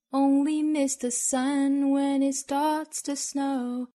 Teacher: When it 同样是连读然后尾部的 t 的音略掉听不到这个 when it 这个 t 的发音了